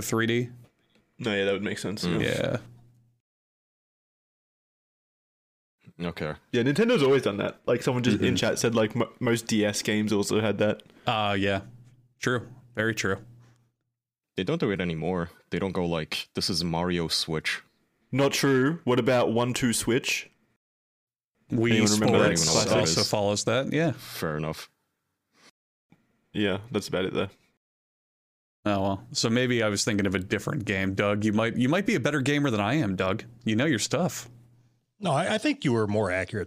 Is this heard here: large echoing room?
no